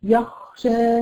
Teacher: بتلاقي الصوت انت مشدده عليه اكتر من اللازم، يعني هو صوت رخو اصلا مهموس، فلما تضيقي عليه قوي يخرج معاكي بهذه الكيفيه. · خلاص هو مش تفخيم بقدر ما هو غير فصيح، بتديله صفه غير صفته. هو مخرج الخاء مخرج فيه همس، همس يعني فيه نفس طالع · Term: صوت الخاء الصحيحة